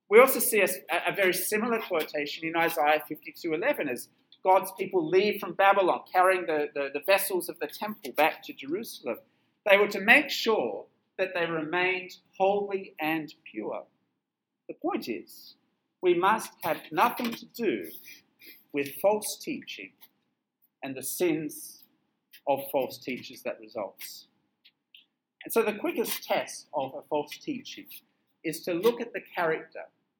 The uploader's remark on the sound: This sermon was preached at Penang International Church on 24th July 2022.